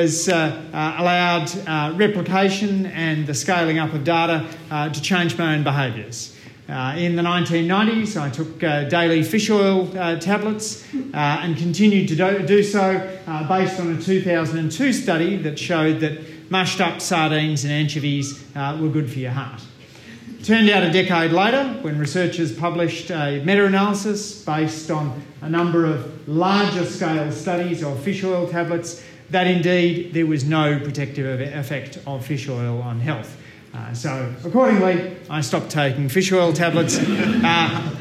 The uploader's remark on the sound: This talk was delivered at the launch of the Association for Inter-disciplinary Meta-research and Open Science on 7 November 2019 at the University of Melbourne